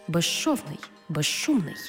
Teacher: свистячий з плюс шиплячий ш всередині слова разом вимовляємо як жи-ши